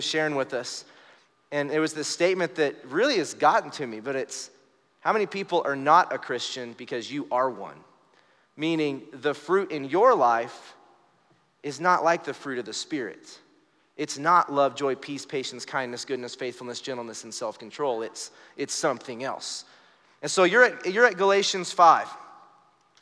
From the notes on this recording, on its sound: Recorded live during our Wednesday night service